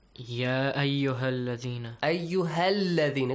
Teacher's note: He skipped the alif mad after ha. And he skipped the hamzatul wasl.